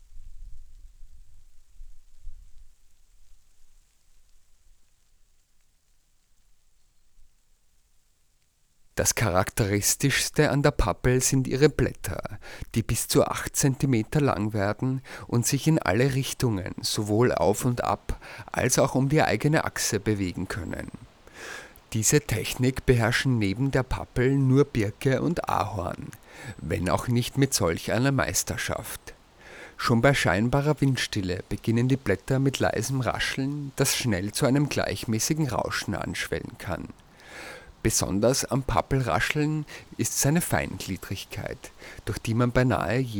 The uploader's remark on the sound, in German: Die Aufnahmen zu dieser Sendung entstanden in Novi Sad, in der Fruška Gora, im Kuglhof in Salzburg, zwischen Donauinsel und Donau-Ufer-Autobahn und in einer Wohnung in Ottakring.